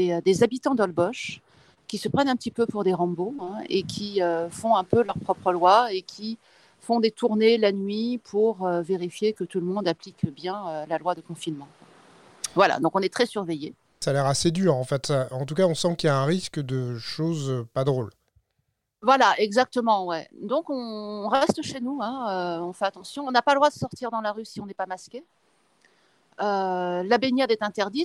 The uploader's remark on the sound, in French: En direct de la plage.